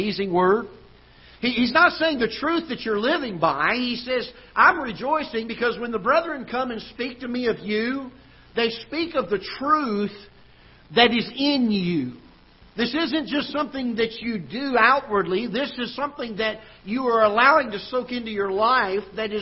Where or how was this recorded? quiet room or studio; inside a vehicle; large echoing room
large echoing room